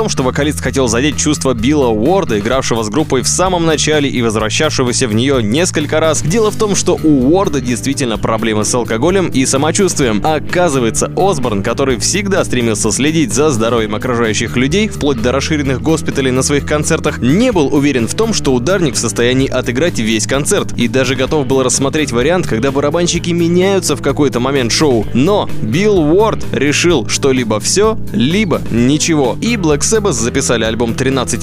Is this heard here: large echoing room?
no